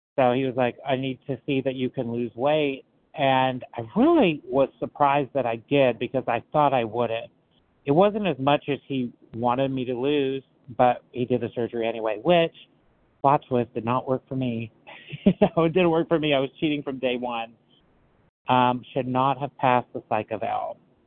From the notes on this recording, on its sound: qualification from the 100 Pounders Phone Meeting